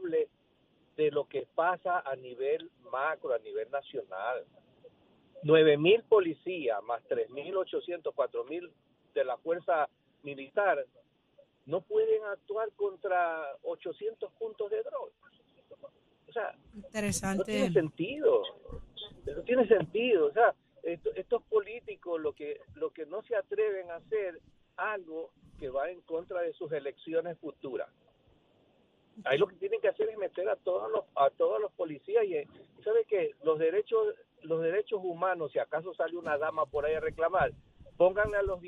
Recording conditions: phone line